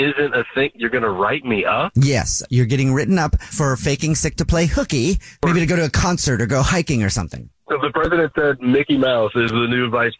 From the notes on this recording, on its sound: phone prank style